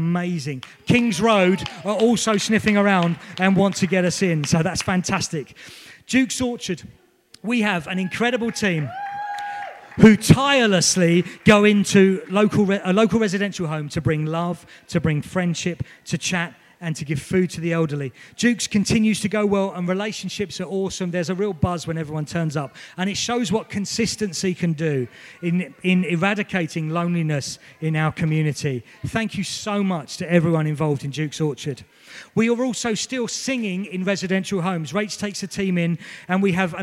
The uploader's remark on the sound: This was recorded at Skylark Church on 6th October 2019 at Vision Sunday.